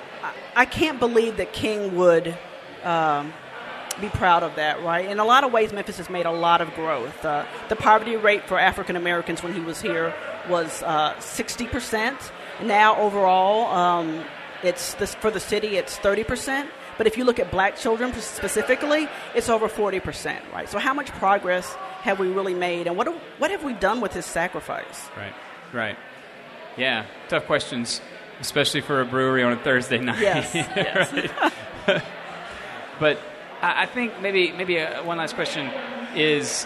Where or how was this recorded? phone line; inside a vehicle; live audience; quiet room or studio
live audience